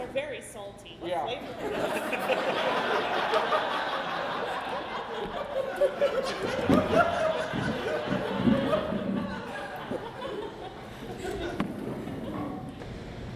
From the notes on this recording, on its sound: Live at The Establishment. In this LIVE uncensored episode of Wisenheimer: The Podcast - recorded in front of a wonderful crowd at The Establishment on April Fools Day!